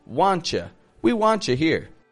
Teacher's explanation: blending those sounds together from want and you to be just a wantcha